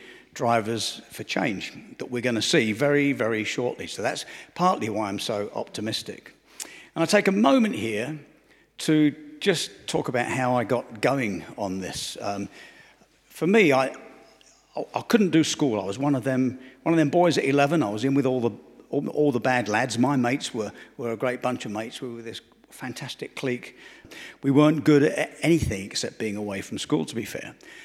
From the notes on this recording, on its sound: Answers questions from the audience. Recorded and produced at the UN Library Geneva.